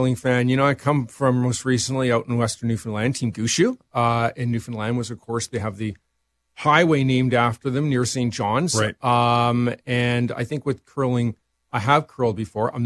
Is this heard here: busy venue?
no